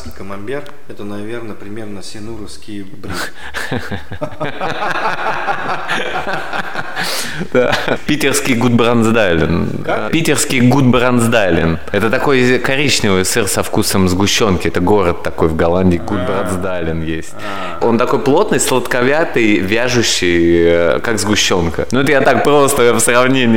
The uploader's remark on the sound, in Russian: Записанный на CHEFS TEAM FEST. Chefs Team Fest. Москва. Записанный на CHEFS TEAM FEST.